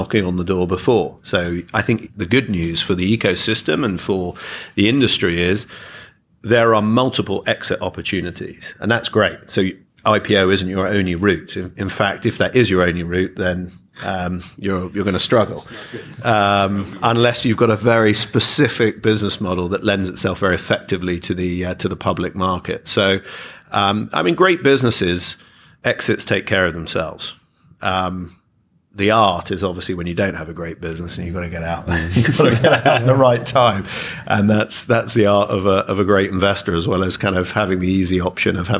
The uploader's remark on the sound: This special episode was recorded live at a Rebank event in London hosted by Shearman & Sterling, a global law firm with a specialist fintech practice.